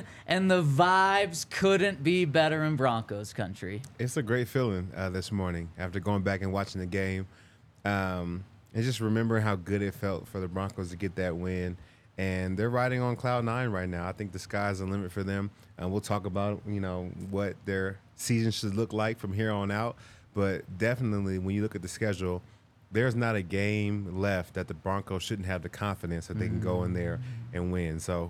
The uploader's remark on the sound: coming to you LIVE from the DNVR Bar